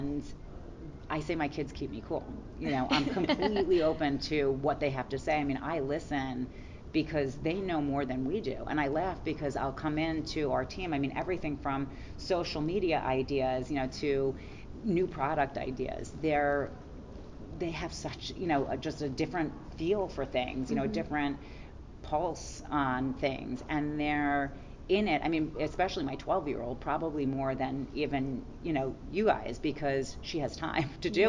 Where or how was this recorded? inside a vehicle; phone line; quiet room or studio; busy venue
busy venue